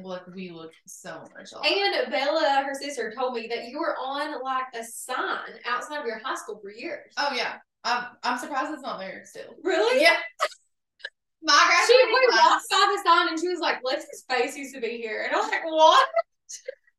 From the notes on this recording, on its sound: The sound is not great on this episode bc we only had one mic and placed it in the middle :/ that didn't really work lol.